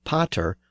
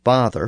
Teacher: the P sound shifted to an F sound in the Germanic languages and ultimately became father in modern English